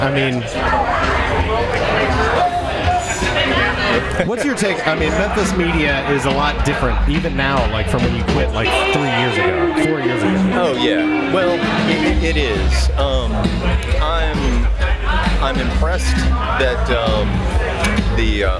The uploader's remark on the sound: on location at Midtown Con.